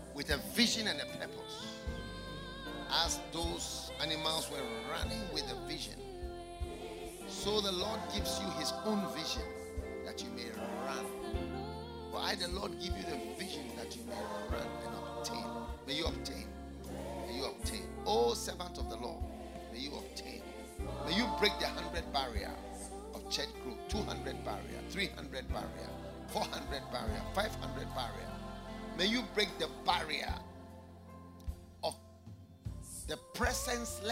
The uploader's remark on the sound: Preached at the FLOW Church Service.